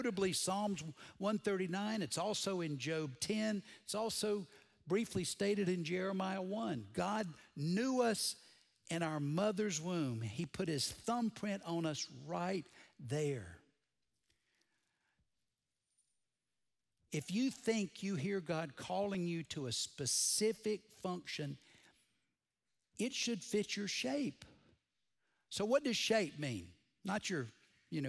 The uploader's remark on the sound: Recorded Live at Brookwood Church